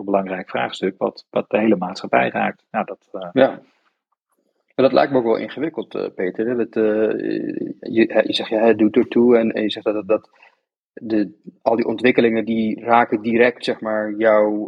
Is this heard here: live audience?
no